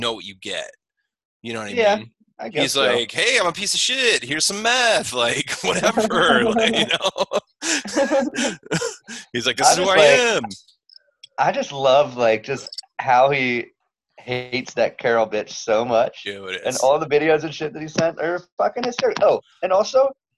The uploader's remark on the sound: The audio is a little shitty now because we're recording over Zoom.